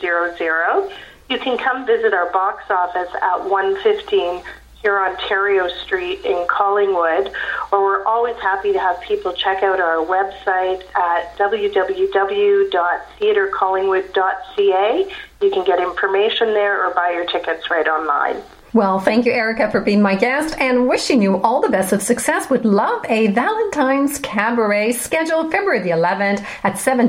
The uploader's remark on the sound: via phone